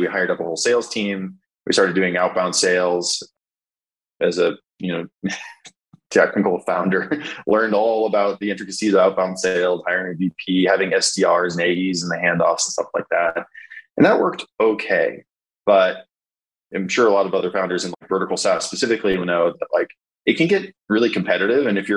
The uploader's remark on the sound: Sat down for a virtual coffee.